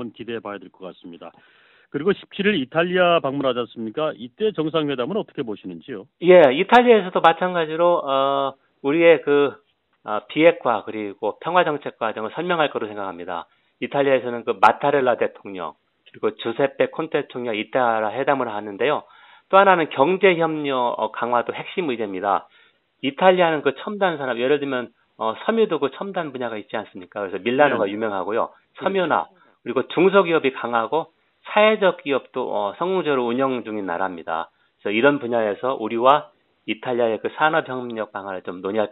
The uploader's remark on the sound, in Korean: 대구 MBC 여론현장 전화연결.